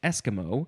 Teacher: The first syllable is emphasized